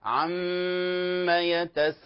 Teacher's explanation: عم يتساءلون يغن بمقدار حركتين، الميم وكذلك النون